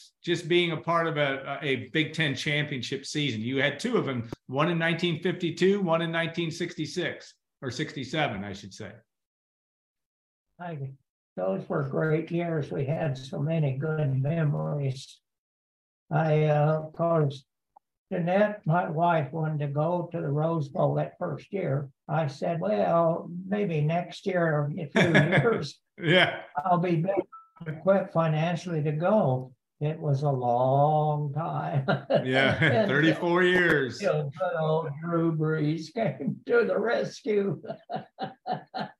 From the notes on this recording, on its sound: Zoom from his Missouri home.